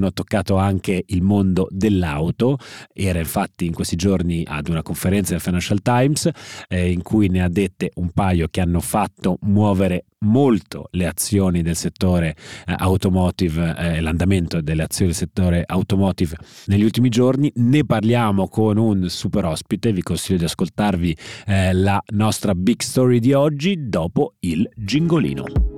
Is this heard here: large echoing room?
no